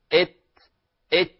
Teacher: من طرف اللسان من جهة ظهره مع التصاقه بأصول الثنايا العليا في المنطقة النطعية. · Term: الحروف النطعية